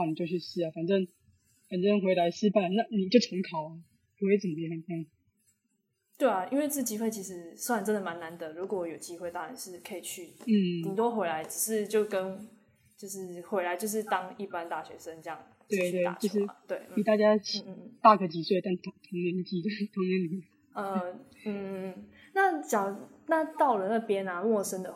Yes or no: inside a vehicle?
no